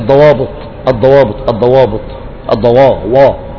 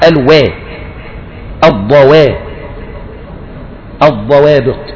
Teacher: عجبني فيه مخرج الواو، لان قل من يخلص الواو هنا من التفخيم · Shown in: second take · يعني الغالب يقولك الضوابط الضوابط الضوابط الضواوا، لكن هو صراحة الوا الضوا الضوابط كان يقولها كده الضوا.